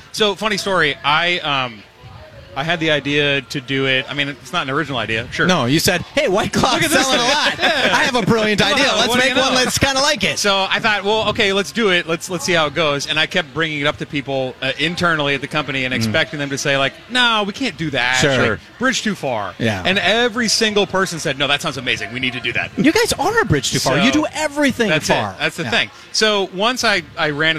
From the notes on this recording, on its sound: Bent Paddle and Shell Breweries Live from the Fair.